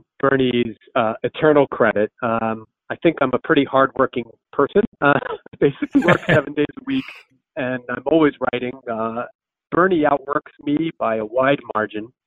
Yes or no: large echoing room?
no